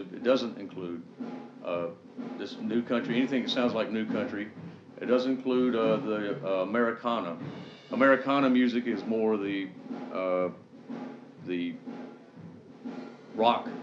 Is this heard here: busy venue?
yes